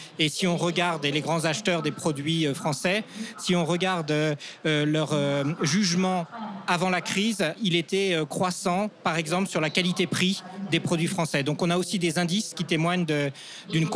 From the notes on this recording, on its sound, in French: Enregistré depuis le salon Global Industrie qui s’est tenu du 17 au 20 mai à Paris. Tous les deux ont ainsi pris place dans le studio d’enregistrement du Hall 5 du Parc des Expositions de Villepinte pour répondre aux questions de notre journaliste.